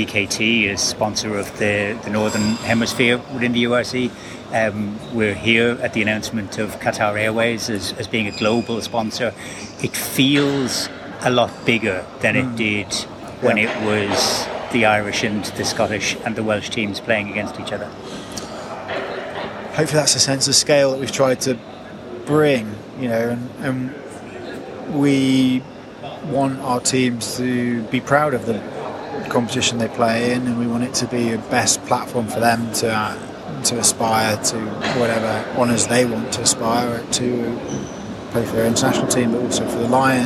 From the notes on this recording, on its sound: It was recorded in the First Class Lounge of Hamad International Airport in Doha at the announcement of Qatar Airways as a sponsor of the Championship.